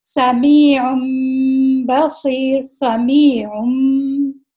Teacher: اور پھر جب میم پڑھیں گے تو گنا کریں گے اور ہائٹ کریں گے میم کو، اور با پڑھتے وقت ہم لپس کھولیں گے، میم پڑھتے وقت لپس کلوز کریں گے. سمیعم بصیر سمیعم کریں گے، ان نہیں کریں گے. · Term: اقلاب